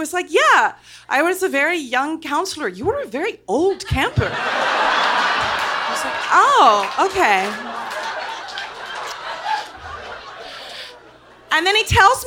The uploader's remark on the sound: Live in Oakland. With this special surprise episode, immerse yourself in a recent Mortified Live event from Oakland, CA. The recording is only minimally edited to maximize the feeling of being at a live show inside your headphones.